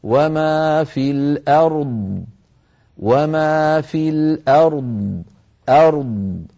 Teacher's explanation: الراء هنا بارك الله فيكم مفخمة وفيها صفة البين الرخاوة والشدة، فلابد من جريان ضئيل للصوت في الراء. ثم نأتي بالضاد ساكنة مستعلية مفخمة مطبقة رخوة، يعني منطوطة الصوت قليلا هكذا.